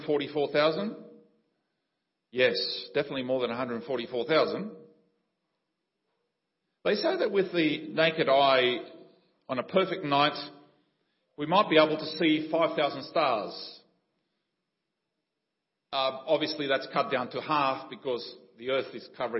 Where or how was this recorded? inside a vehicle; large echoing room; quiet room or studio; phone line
large echoing room